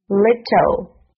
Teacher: 后面这个 l 发的是模糊音，舌尖抵在上齿的后面